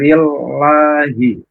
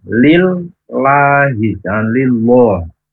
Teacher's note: lillahi tipis atau tarqiq ya. Karena sebelum lam jalalah atau lamnya Allah itu berharokat kasroh.